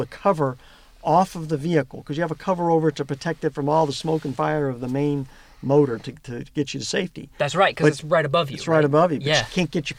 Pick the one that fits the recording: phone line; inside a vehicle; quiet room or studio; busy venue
inside a vehicle